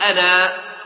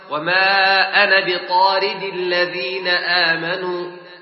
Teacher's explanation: إذا وقفنا عليها سنقول أنا، وإذا وصلنا سنسقط هذه الألف